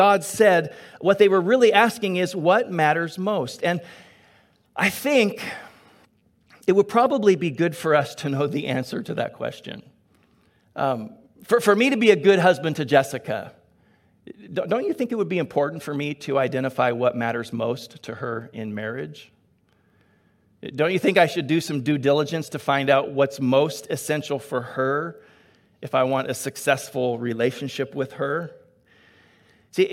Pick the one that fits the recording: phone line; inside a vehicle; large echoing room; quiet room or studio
large echoing room